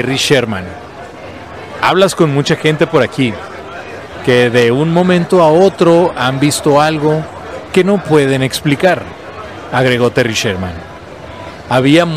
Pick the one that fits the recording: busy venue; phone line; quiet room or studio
busy venue